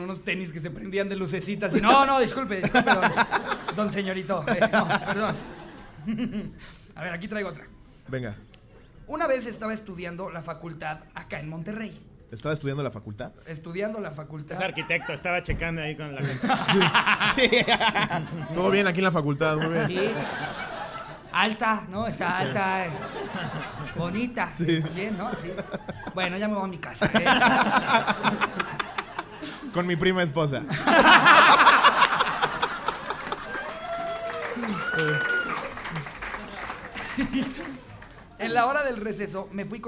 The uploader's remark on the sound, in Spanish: En vivo desde Querétaro. En este episodio de La Cotorrisa en vivo desde la Caja Popular. Muchas gracias por llenar el evento en menos de 2 horas.